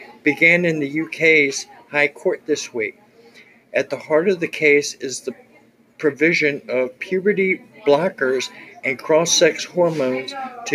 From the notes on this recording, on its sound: Please excuse the background noise as I was in a restaurant recording.